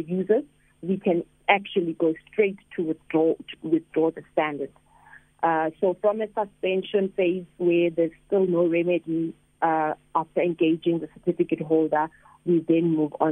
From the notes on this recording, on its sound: we are joined on the line